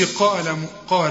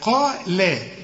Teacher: رقق بقى اللام دي، ما تقولش قال قال، لا قال، القاف والألف فخم · Shown in: second take